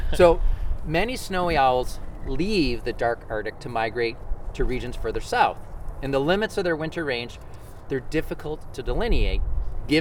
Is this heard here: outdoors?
yes